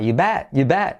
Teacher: fijaos esa E que casi es una A